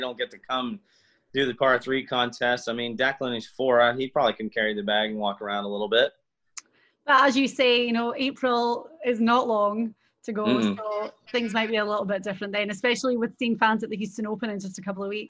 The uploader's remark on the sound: The Zoom-video of the interview is here.